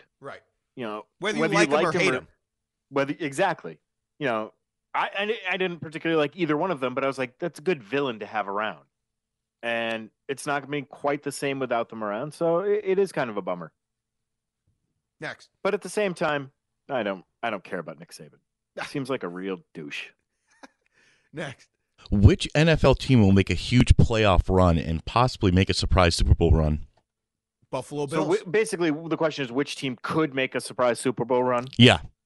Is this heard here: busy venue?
no